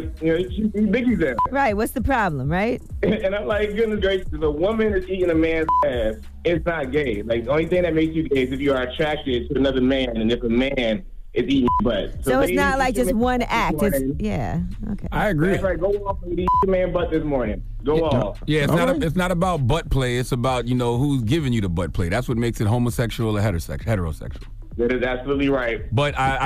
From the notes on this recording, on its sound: We opened up the phone lines to see if our listeners believed this story about him.